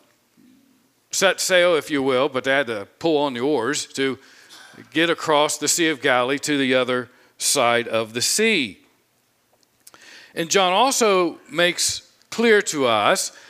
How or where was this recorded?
large echoing room